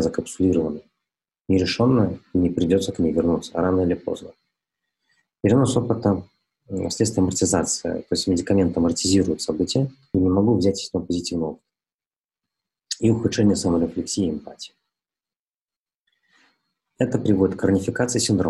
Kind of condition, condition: link, video call